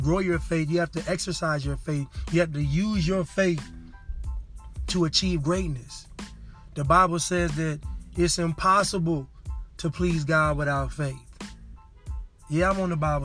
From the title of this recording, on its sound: Casting from the car...again.